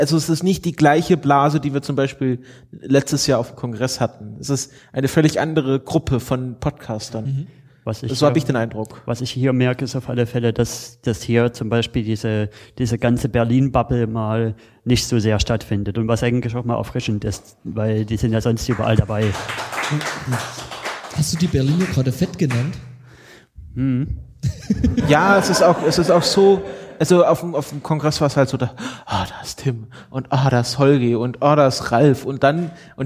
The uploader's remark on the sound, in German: Wir haben eine Folge auf dem Podstock 2015 aufgezeichnet. Vor Publikum und mit einigen Gäst*innen.